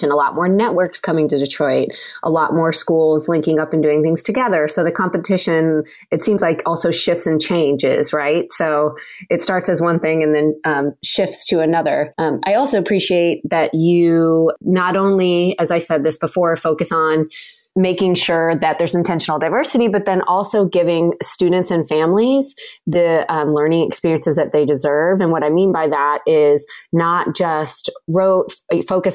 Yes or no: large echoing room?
no